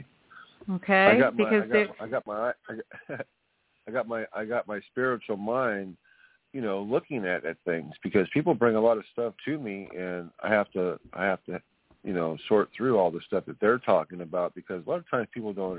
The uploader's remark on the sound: In response to callers' questions. On air.